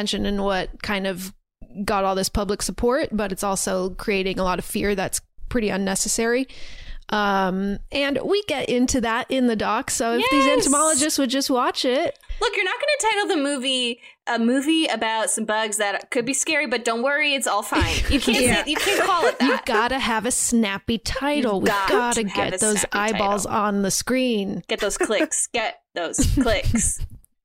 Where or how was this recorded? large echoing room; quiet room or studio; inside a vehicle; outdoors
quiet room or studio